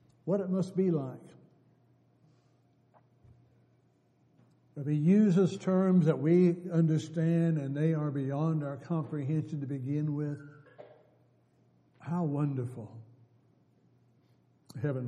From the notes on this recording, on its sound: Downtown Church Of Christ Audio Sermon